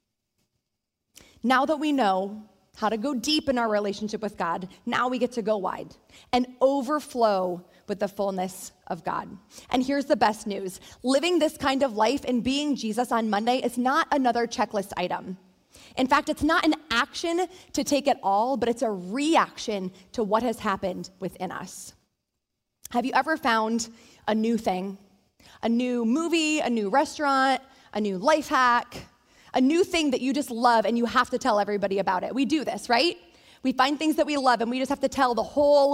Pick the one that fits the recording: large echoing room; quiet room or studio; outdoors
large echoing room